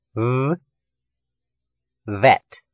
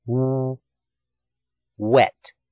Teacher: Remember that we produce V with the upper teeth on the lower lips and W with rounded lips and a smile